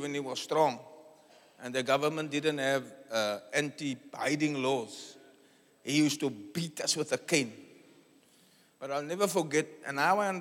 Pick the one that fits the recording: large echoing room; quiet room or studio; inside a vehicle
large echoing room